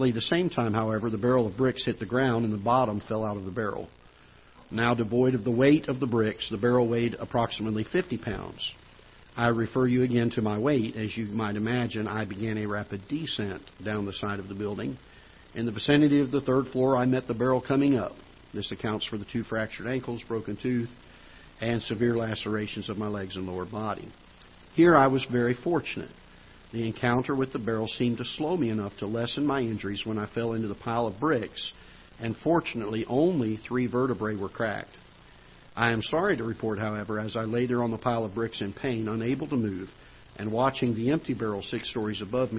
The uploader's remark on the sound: Ketha Heights Baptist Church ~ Live Broadcast